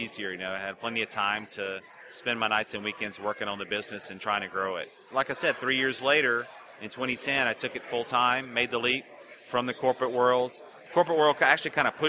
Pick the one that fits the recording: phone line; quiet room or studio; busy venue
busy venue